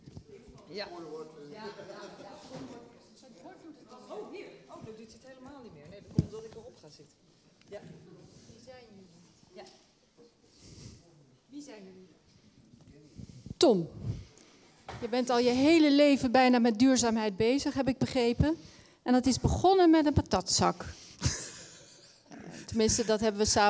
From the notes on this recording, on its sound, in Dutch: In deze aflevering van Haags Verhaal in Beeld en Geluid keken we met het publiek